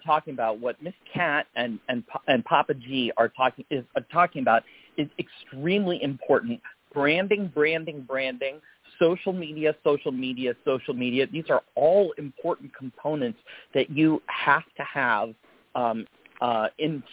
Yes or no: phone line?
yes